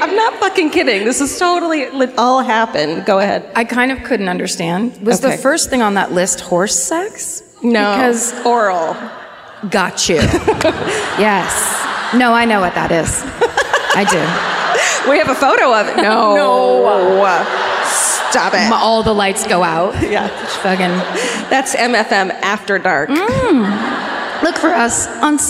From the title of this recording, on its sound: Live at the Microsoft Theater in Los Angeles